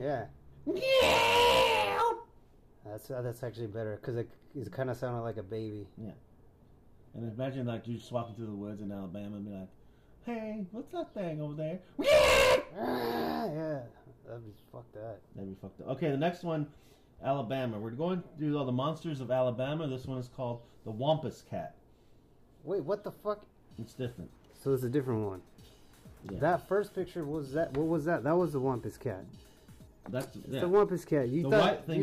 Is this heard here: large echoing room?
no